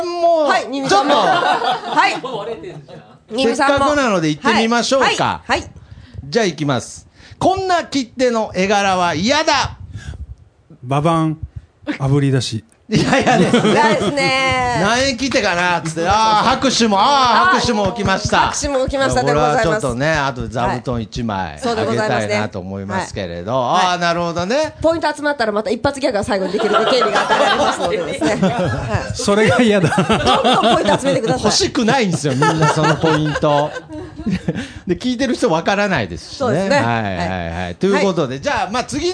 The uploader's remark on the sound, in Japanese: 公開収録